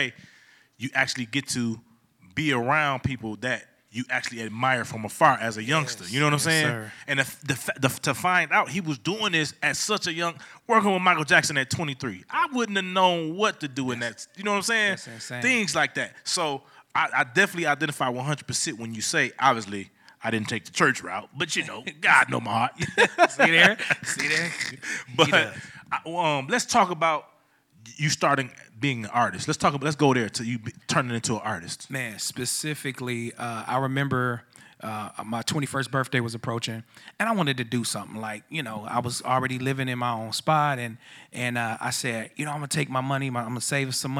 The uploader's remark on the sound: Amplifier is filmed and recorded in front of a live audience at the Radio Milwaukee studios in Milwaukee, Wisconsin. This episode was recorded live.